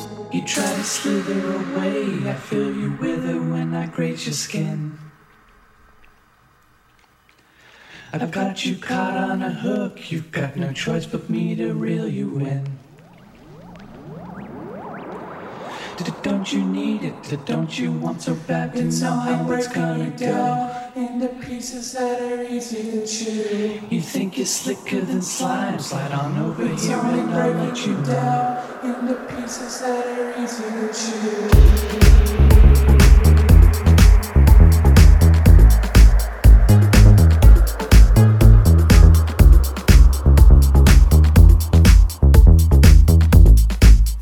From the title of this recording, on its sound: Live at Spybar